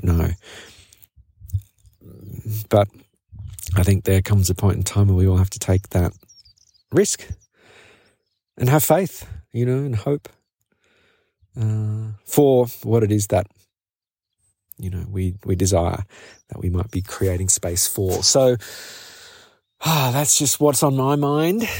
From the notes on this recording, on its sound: A solo episode from The Camino de Santiago. On the other side of this peak I stepped off the trail and sat on some grass to record this episode in the sunshine.